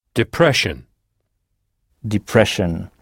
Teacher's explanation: les mots avec deux S-I-O-N qu'on prononce donc shun. Et ici, le D-E initial se prononce D en anglais.